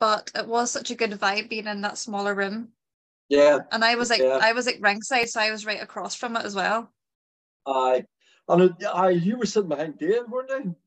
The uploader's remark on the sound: Zoom was also being a class A root so apologies for any over-talking/awkward silences